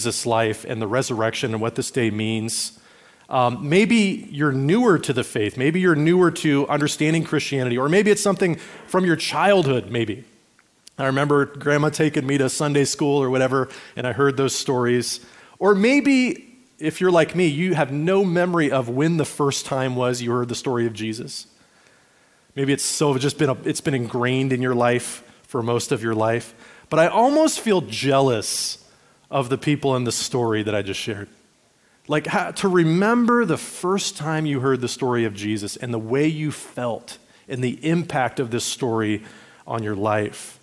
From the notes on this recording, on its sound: Recorded at Liferoads Church in Spokane, Washington, on Easter Sunday, April 9, 2023.